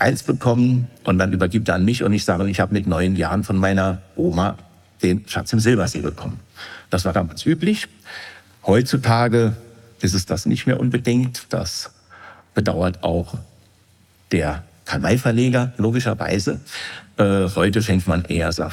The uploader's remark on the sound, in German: Sie hören den aufbereiteten Mitschnitt eines Beitrags auf dem Karl May Kongress 2023 in Dortmund.